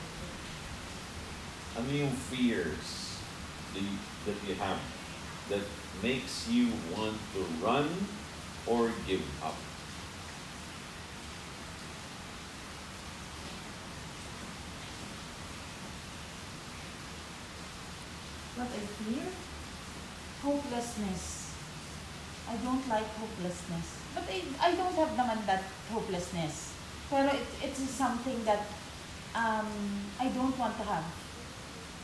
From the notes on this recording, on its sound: I apologize in advance if the audio is bad